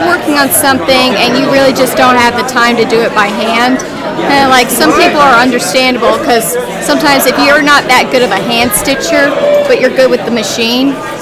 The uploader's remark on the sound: Live From Hypericon. Sites and sounds of Hypericon 12.